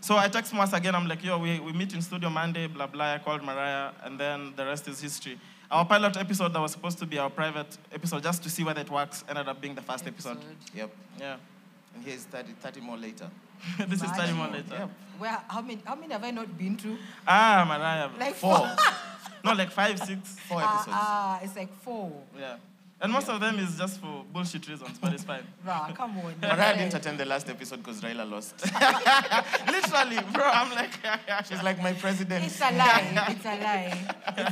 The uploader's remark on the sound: Their first live audience recording comprising 30 avid listeners of the show.